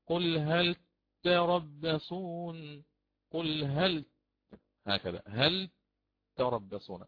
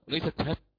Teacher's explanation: بينت اللام بسكونها ثم أتيت بتاء مشددة، أدخل على التاء بالتشديد.